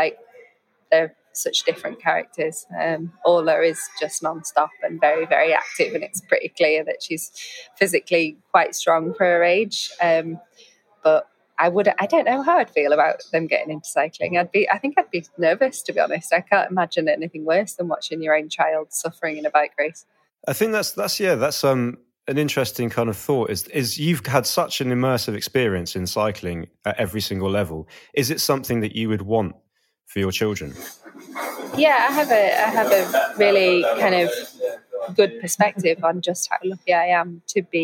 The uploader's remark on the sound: The interview took place in a hotel cafe, so apologies for the background noise